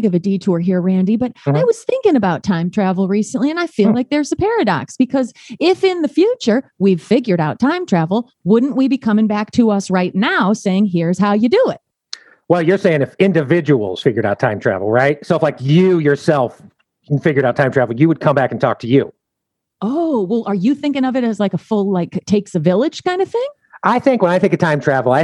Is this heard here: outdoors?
no